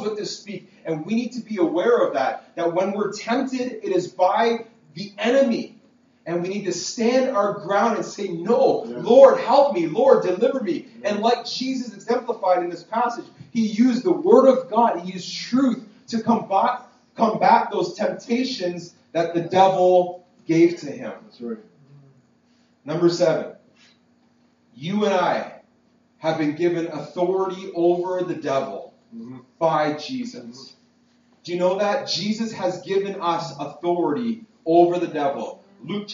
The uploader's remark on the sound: This message was preached at Freedom Life Church in Kitchener Ontario. PLEASE FORGIVE THE POOR QUALITY AUDIO!